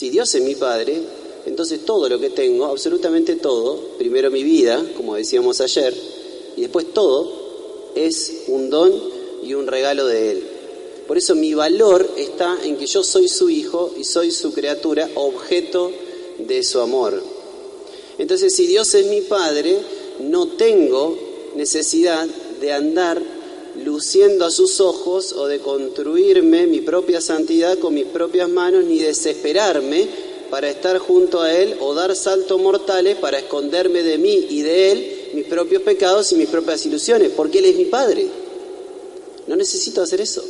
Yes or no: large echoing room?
yes